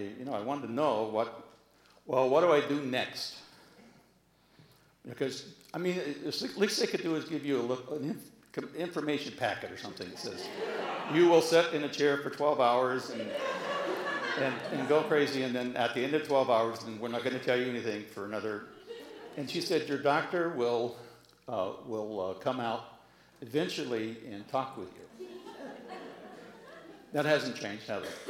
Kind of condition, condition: setting, live audience